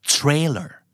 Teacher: เจ้าของภาษาพูดว่าเทรลเลอร์เทรลยาวนิดนึงนะครับ